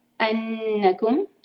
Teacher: نون مشدد دو حرکہ روک کر پڑھیں گے